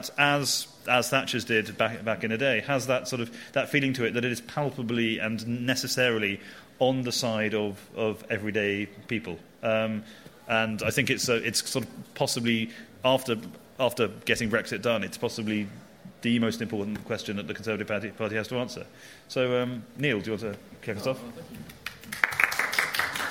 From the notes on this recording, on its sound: This week is a special episode of Free Exchange, recorded live at the Conservative Party Conference in Manchester.